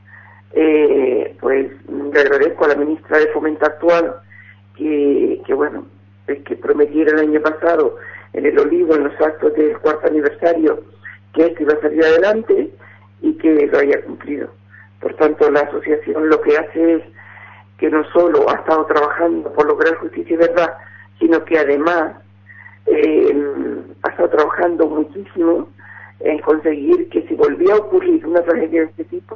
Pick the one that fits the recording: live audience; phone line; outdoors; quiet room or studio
phone line